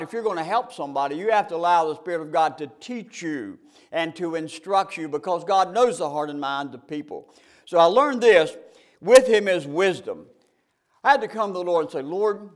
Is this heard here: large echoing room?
yes